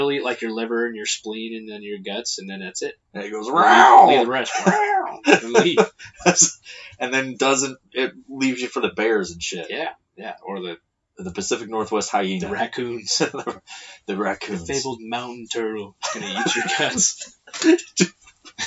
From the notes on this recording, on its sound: please excuse the poor audio quality